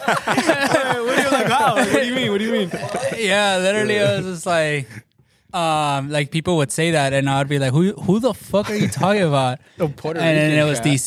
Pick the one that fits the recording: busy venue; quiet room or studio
busy venue